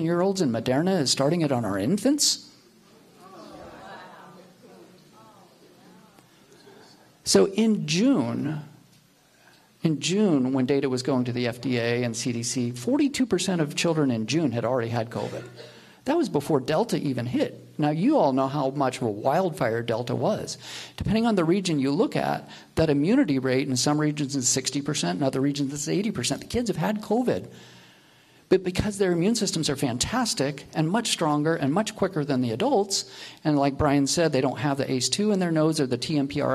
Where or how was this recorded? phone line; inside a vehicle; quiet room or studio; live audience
live audience